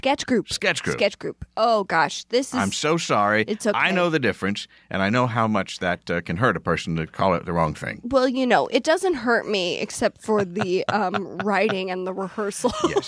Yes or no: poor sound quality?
no